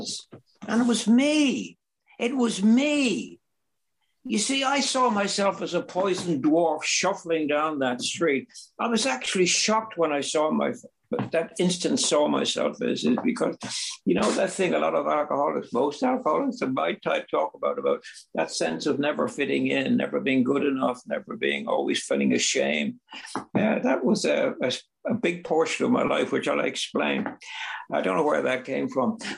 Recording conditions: video call